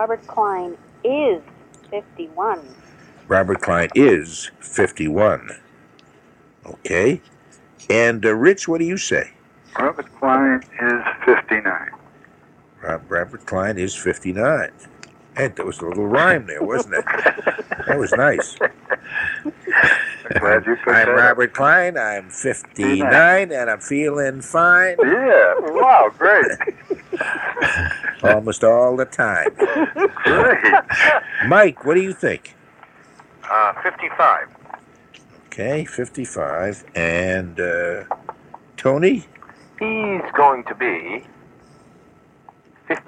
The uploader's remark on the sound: on the phone from MC